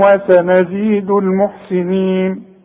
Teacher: وسنزيد كلها مرقق، المحسنين برضو كلها مرقق